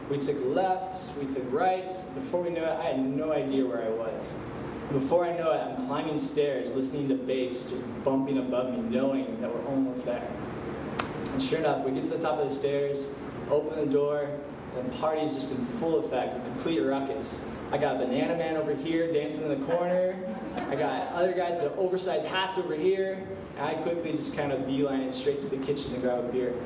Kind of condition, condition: setting, live audience